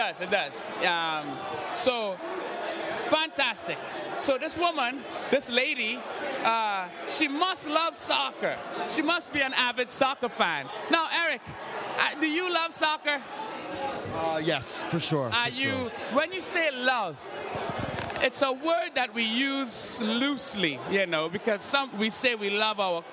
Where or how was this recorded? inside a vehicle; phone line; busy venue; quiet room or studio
busy venue